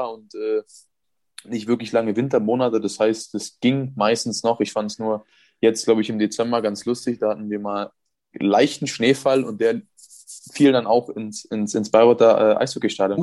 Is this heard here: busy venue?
no